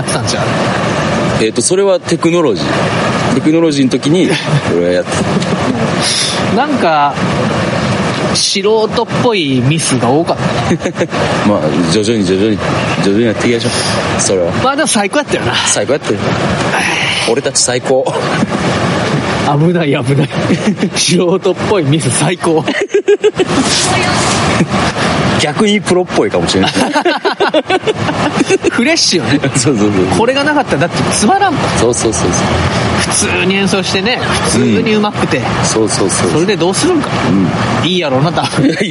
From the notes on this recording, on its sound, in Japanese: 鴨川で収録してみたところ、風が強くてノイズがあります。